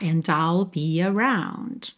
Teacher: O D de and você usa para ligar no I'll